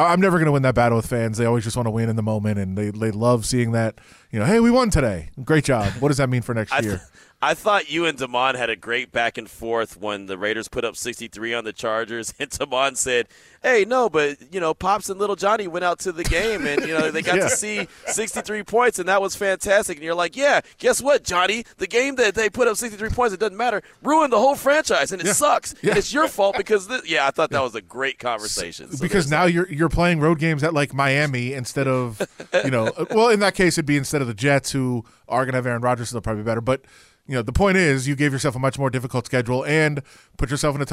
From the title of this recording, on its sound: LIVE FROM THE COMBINE